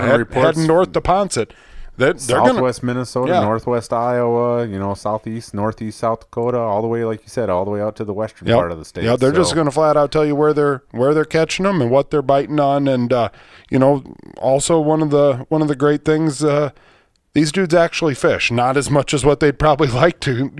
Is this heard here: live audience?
no